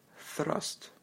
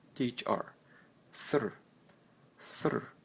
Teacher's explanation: When we say the word, we automatically roll the R a little by scraping a tip of the tongue back along the edge of the front upper teeth · Term: rolled R